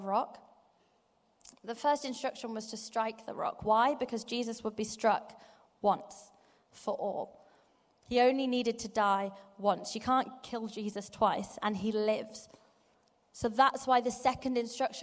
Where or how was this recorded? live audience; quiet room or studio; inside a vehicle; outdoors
live audience